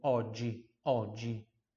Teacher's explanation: sempre quando tem o GI, tem som de DGI